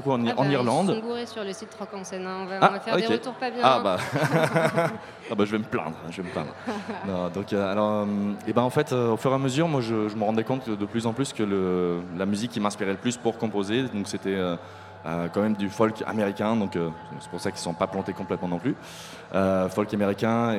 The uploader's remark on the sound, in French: Radio Campus Paris à Rock en Seine avec le RIF. Radio Campus Paris amène son studio à Rock en Seine pour trois émissions en public. Ces émissions auront lieu en présence de professionnels de la musique et des groupes franciliens programmés chaque jour sur la scène Île-de-France. Les émissions, enregistrées sur place.